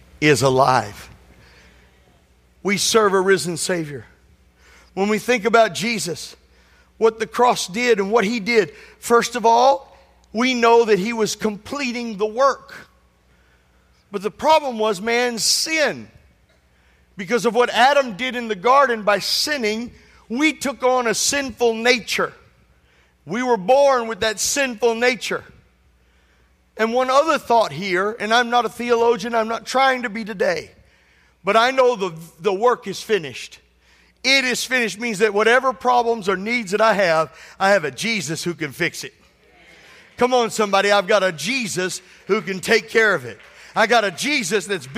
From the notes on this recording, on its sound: This sermon was recorded at Family Worship Center in Florence, SC on Sunday, April 9th, 2023.